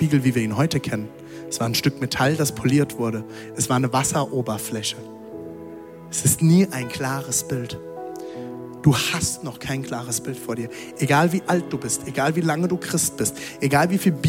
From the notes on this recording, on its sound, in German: Audiomitschnitt der Predigt